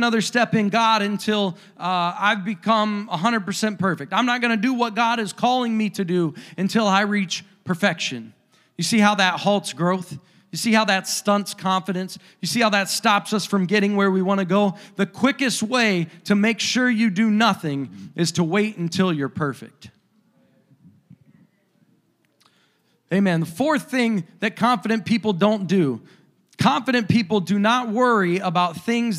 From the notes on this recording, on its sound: a service recording from Connect Point UPC